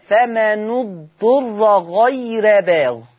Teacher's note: خلي بالك من ضم حرف النون فمنو ضم الشفة جيدا وخلي بالك من ترقيق الراء غير